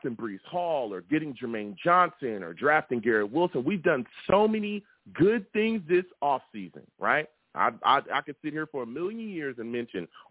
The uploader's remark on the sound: I also take live callers!